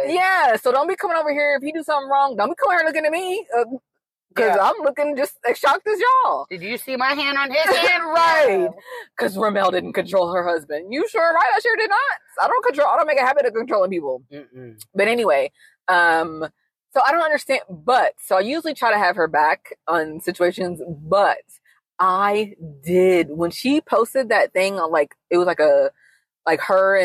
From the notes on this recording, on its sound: joining us in the car this week